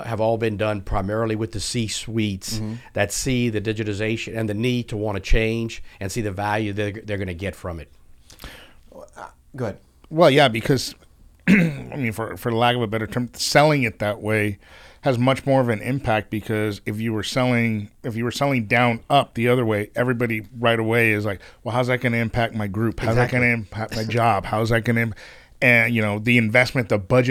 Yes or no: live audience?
no